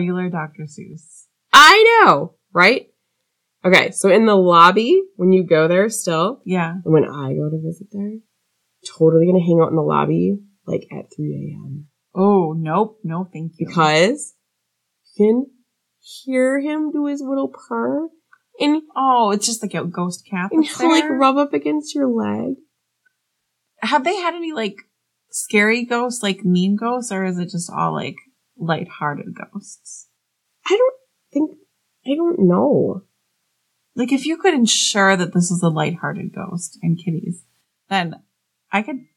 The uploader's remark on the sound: yes, we know we need to work on our sound!